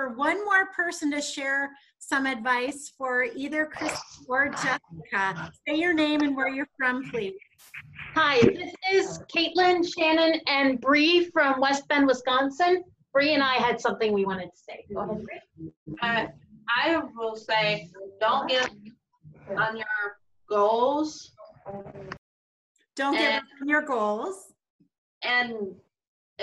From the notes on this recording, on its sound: Spoke with a zoom roomful of self-advocates. We recorded our discussion live at the conference.